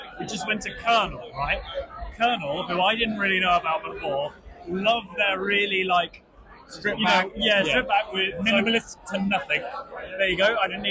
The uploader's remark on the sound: As our annual tradition, the boys bring you to the London Craft Beer Festival, organised by We Are Beer. The boys chat with fellow beer festival enjoyers.